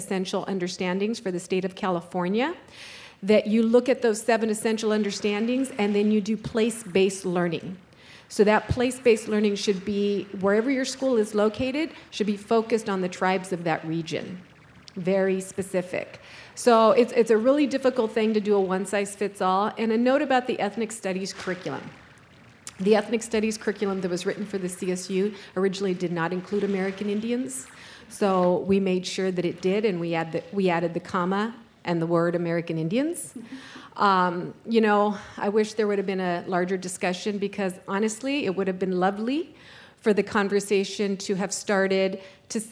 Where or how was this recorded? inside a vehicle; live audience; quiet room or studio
live audience